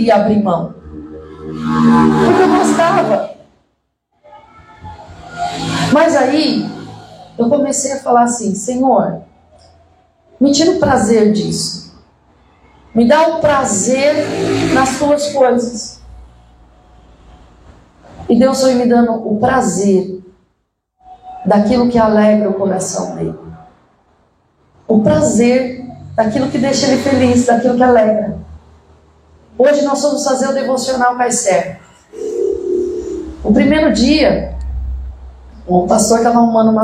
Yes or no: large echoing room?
yes